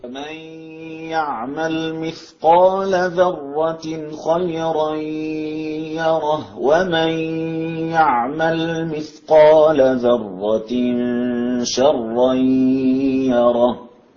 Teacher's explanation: ترقيق الراء لورش خيرا يرى والإدغام بلا غنة لخلف